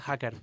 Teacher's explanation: En aquest cas jo pronunciaria hacker, vull dir, la H aspirada.